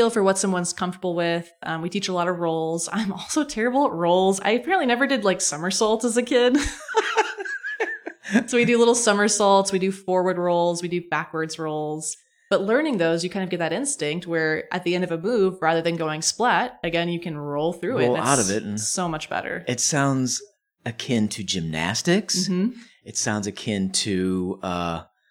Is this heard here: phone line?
no